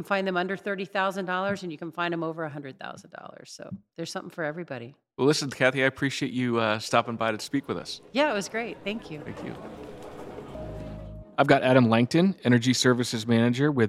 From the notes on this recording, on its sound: Live at the Grid Edge Innovation Summit. Is live in Phoenix, bringing you highlights from each day of the conference.